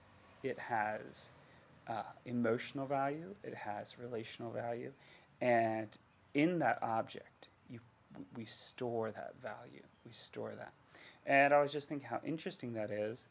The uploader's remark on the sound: AUDIO LOW.